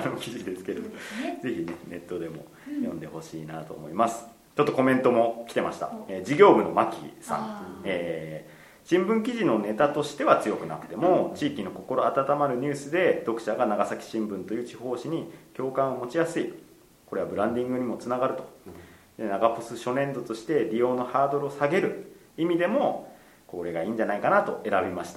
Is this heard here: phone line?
no